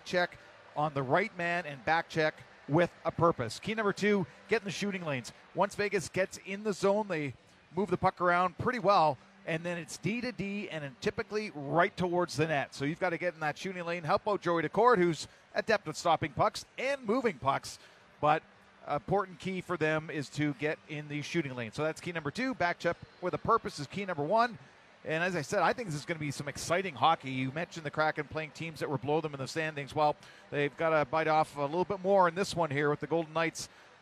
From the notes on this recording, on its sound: Opening remarks from the booth. Anchors from 32 Bar and Grill.